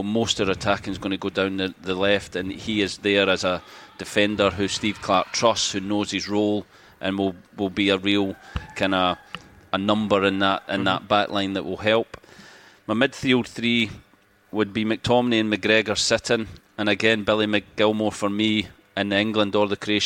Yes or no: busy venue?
yes